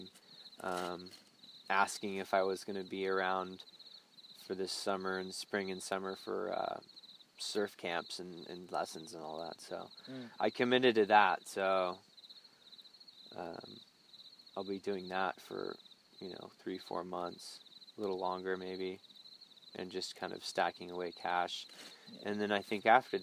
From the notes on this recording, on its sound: This episode was stuck on a recording device and I couldn't get it off until recently. Out in the Mojave desert as we cooked food over an open campfire. We ended the podcast and slept soundly around the campfire that night with sleeping bags and mats.